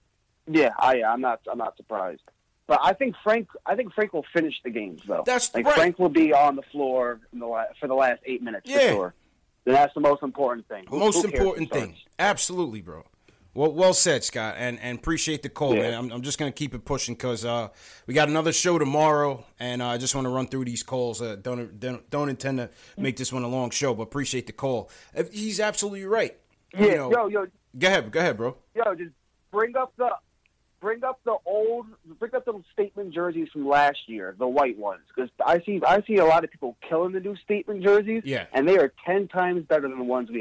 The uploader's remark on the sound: He also takes live phone calls from fans around the world!